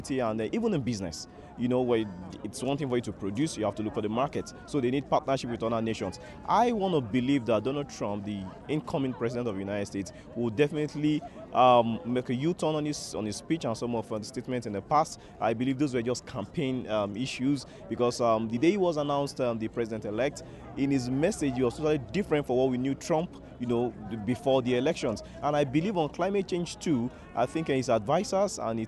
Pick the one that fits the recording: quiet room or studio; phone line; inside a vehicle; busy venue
busy venue